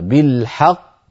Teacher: أنت تنطق قافين، قاف مدغمة وقاف مقلقلة